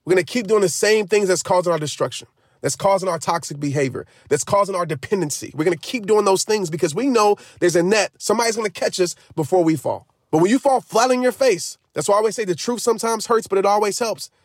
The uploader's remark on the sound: The answer: in the car!